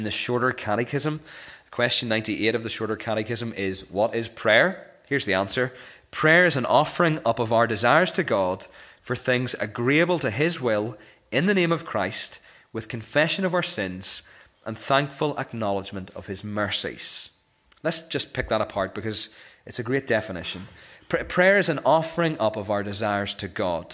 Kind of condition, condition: setting, large echoing room